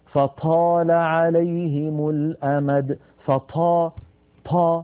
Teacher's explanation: بعض إخواننا متأثرا باللهجات العامية ينطقها مهموسة